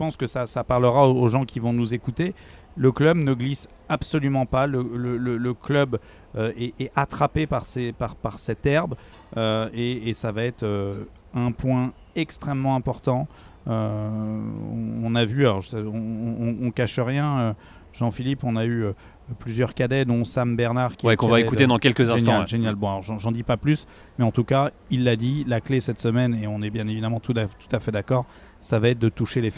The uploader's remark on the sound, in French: On vous propose un podcast en direct d'Oak Hill.